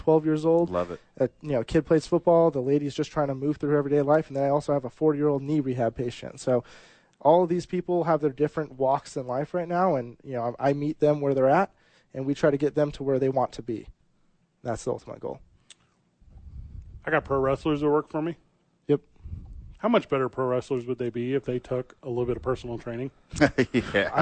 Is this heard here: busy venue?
yes